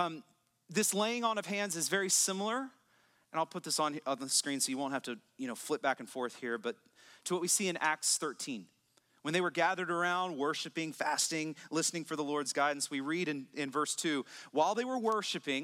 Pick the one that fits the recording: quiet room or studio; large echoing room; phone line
large echoing room